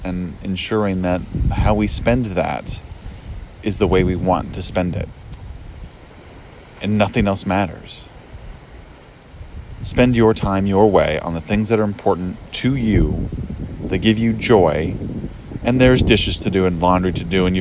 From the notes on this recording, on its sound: Live (or taped) from the beach in Cancun